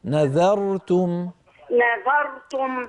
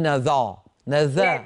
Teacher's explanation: تلاوتك جيدة، بس انتبهي الله يسلمك لما يأتي لما يأتي حرف مرقة قبل الراء المفخمة، مثلا كلمة نذرتم، نذرت الراء مفخمة لكن قبلها الذال مرققة · Shown in: first take